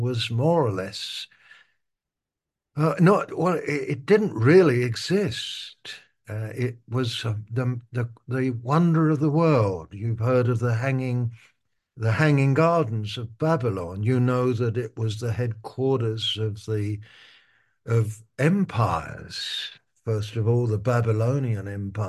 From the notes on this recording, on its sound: Alive and well in Babylon - Malaysia Meets (Zoom).